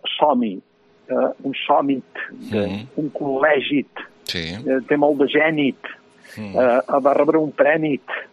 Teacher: Epitètica vol dir que és un afegit, un so afegit, no etimològic, a final de paraula, a final de mot · Term: T epitètica